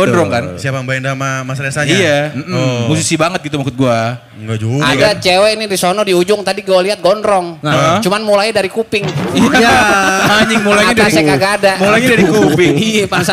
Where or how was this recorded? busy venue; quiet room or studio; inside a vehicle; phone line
busy venue